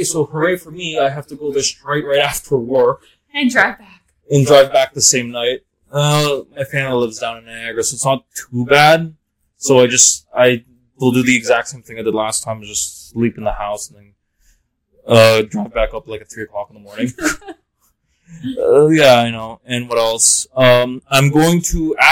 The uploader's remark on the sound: Sorry for the audio. I figures d out the issue.